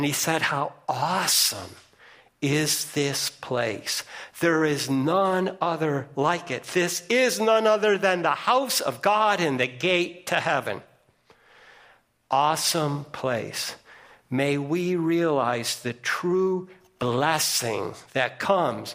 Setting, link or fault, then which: setting, large echoing room